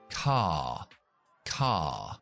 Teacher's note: Empezamos con A más R se convierte, no siempre, pero normalmente, en el sonido A, ah, ah